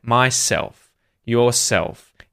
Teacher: with those sorts of pronouns, myself, yourself, himself, it's self or selves that ends up being stressed.